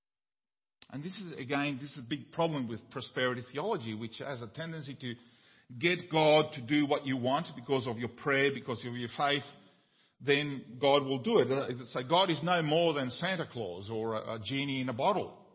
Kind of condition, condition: setting, large echoing room